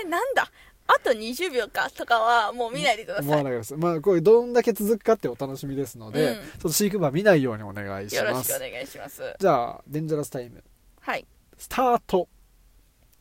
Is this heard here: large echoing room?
no